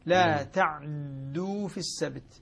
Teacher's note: إسكان العين مع تثقيل الدال